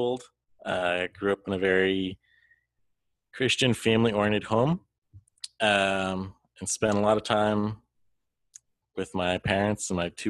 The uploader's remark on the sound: We also apologize for the audio issues